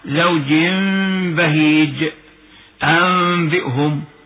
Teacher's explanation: إقلاب النون الساكنة أو التنوين ميما مخفاة مع بقاء الغنة بمقدار حركتين